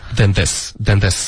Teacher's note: than 的这个 n 音最好咬舌尖发这个 n